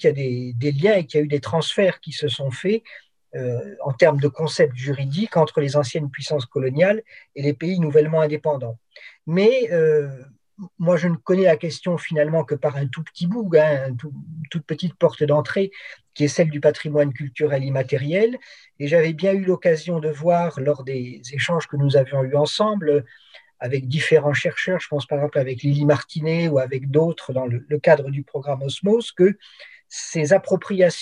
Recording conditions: video call